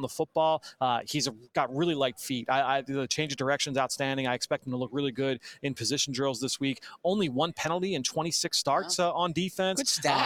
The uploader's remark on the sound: Live from Indianapolis for the NFL Scouting Combine.